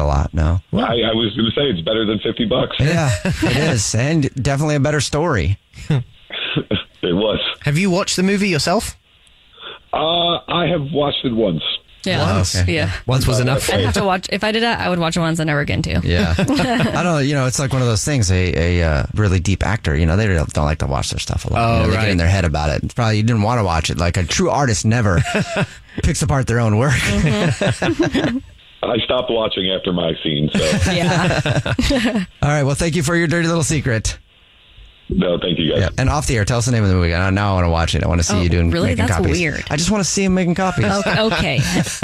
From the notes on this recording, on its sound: The caller. There is a guy on the phone today.